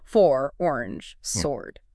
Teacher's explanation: For or, your tongue starts low and back and then moves towards the center of your mouth. · Term: diphthongs